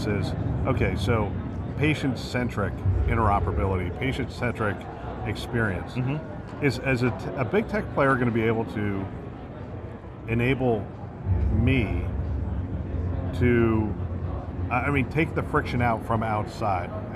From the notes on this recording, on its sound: It’s an Interview in Action live from HLTH.